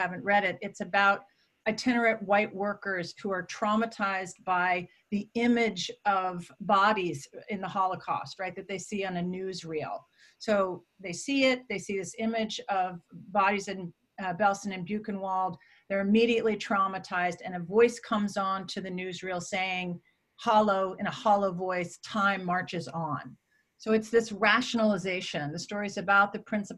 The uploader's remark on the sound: Recorded on May 20, 2020 as part of the IAH's Zoom Talks Series.